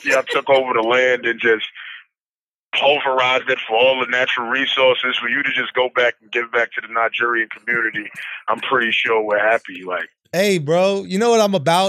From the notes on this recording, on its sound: Surprise call.